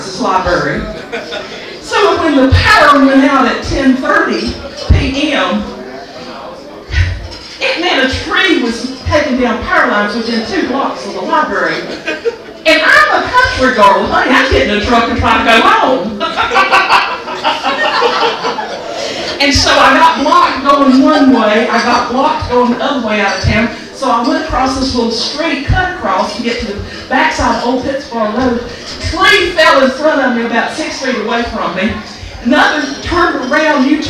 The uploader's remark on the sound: Recorded at Tir Na Nog in downtown Raleigh